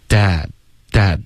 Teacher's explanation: 结尾不要加一个 N 的音 dad,它没有鼻音